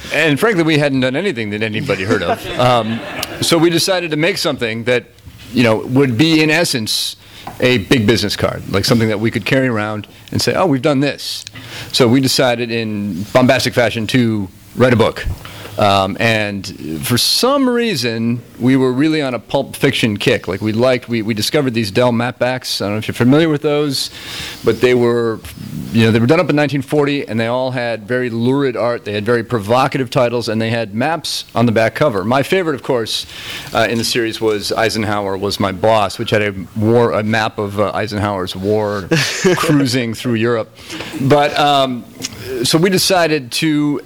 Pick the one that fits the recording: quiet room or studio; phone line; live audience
live audience